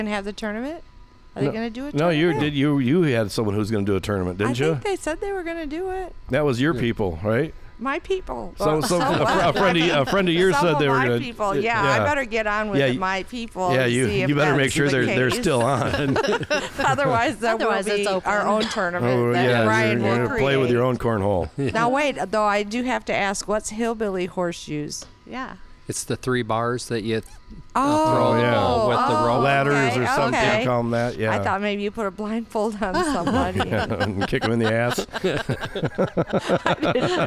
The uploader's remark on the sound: on location at Lake Arvesta on the island